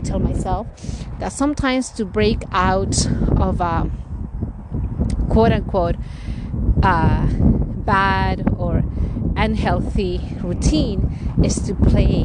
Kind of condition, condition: fault, wind noise